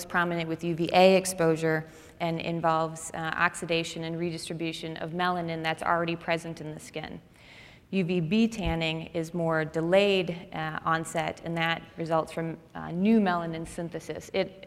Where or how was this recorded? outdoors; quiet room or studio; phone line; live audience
live audience